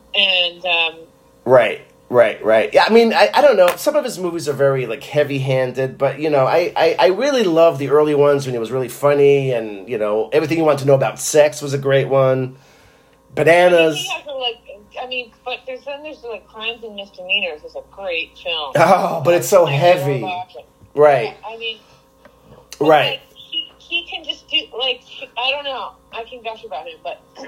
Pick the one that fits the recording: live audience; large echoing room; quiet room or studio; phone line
phone line